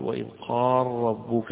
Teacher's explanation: قال ربك قراءة أبي عمرو ويعقوب بإدغام اللام في الراء · Term: الإدغام الكبير